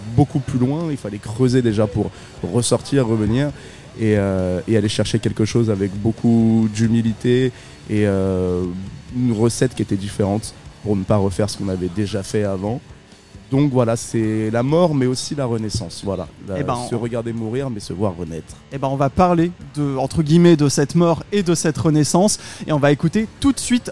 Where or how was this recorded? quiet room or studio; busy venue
busy venue